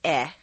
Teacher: The most tense and highest in the throat is eh.